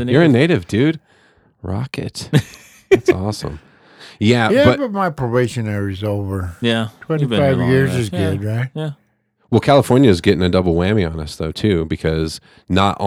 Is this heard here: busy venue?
no